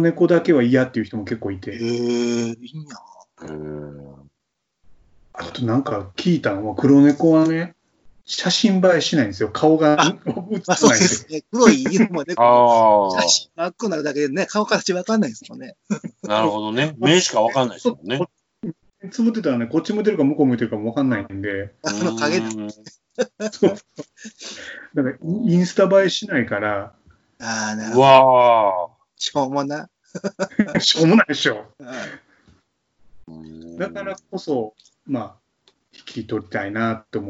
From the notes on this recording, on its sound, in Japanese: 自粛期間中のオンライン飲み会を収録してみました。酔っ払いのダダ喋り。